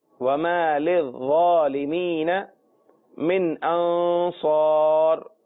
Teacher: من میں جو پہلا نون ہے وہاں غنہ نہیں کرنا، اور انصار کے اندر جو دوسرا نون ہے وہاں غنہ کرنا ہے